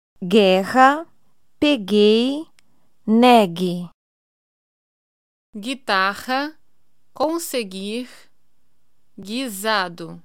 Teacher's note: Neste caso, o U não se pronuncia, pois se trata de um dígrafo.